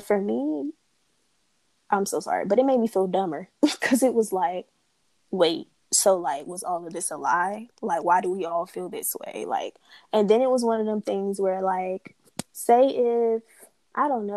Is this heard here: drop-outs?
yes